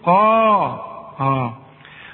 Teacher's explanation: القاف مفخمة لكن تكون اكثر تفخيما اذا كان بعدها الف